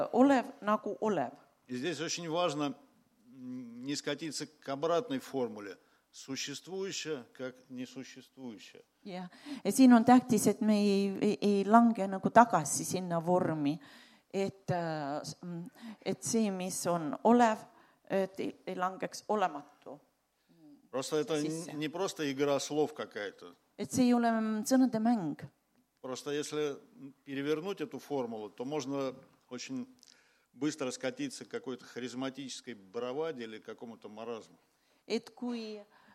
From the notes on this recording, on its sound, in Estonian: Audio salvestus koosolekult